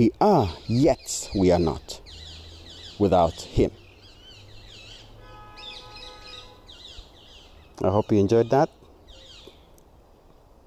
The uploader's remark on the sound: Recorded on a Sunny Saturday morning with the ambience of my home studio - In the Garden with birds singing, dogs barking and the beautiful sounds of nature.